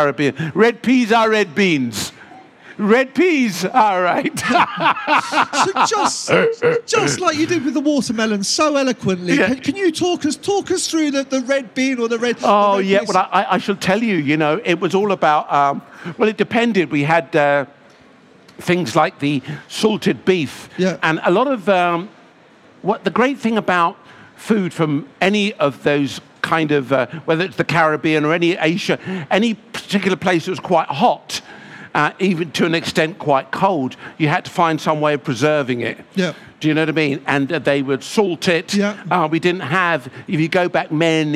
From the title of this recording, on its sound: recorded at the BBC Good Food Show